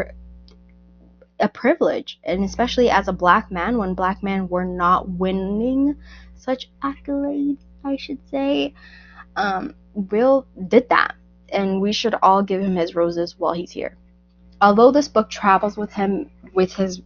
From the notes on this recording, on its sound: I ONLY NOTICED AFTER UPLOADING, THAT MY MIC WAS HAVING ISSUES. I'M CHANGING THE MIC AS WE SPEAK.